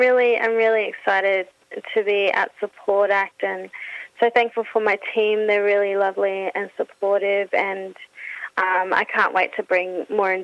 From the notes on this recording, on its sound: phones